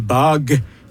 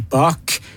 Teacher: G-en i bag er stemt, og K-en i bak er ustemt. · Term: stemte og ustemte konsonanter